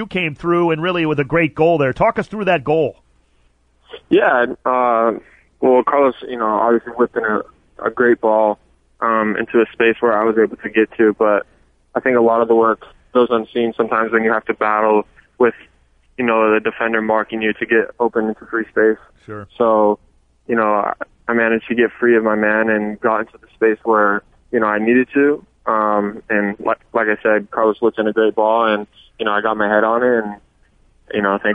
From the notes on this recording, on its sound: Called in to chat.